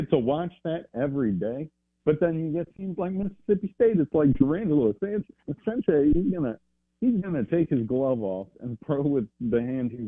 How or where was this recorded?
phone line